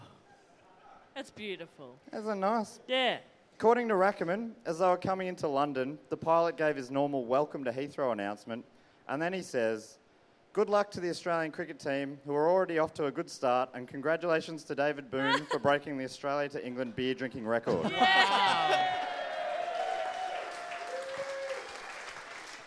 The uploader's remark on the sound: Our final episode from the Koh Samui International Podcast Festival